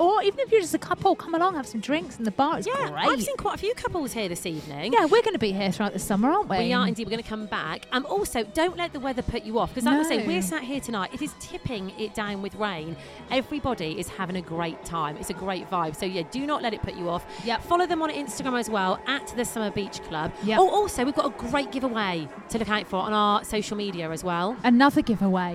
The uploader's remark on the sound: On this episode we are live from The Summer Beach Club at Meadowhall!!